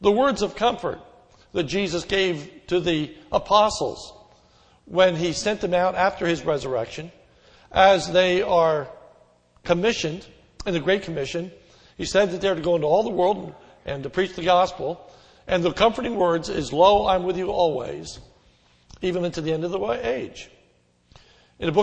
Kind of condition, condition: setting, large echoing room